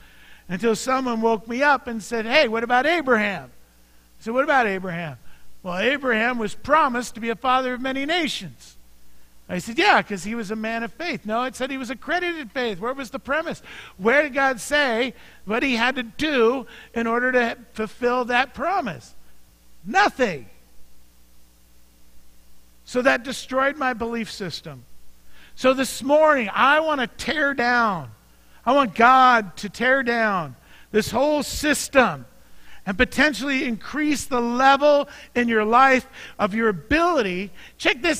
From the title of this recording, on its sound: Mt. Zion Church Live!